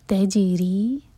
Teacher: تجیری جین پر قلقلہ را کے نیچے کسرہ تو را باریک اور دوہر کا لمبا